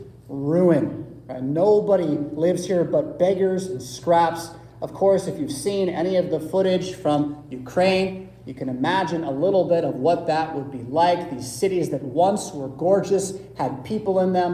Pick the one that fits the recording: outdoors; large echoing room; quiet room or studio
large echoing room